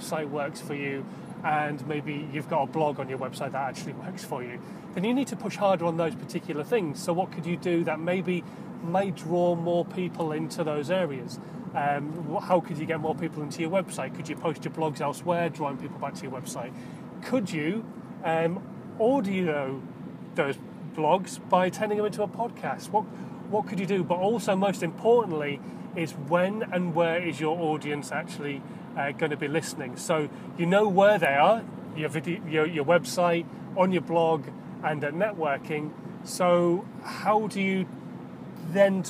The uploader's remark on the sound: In my Car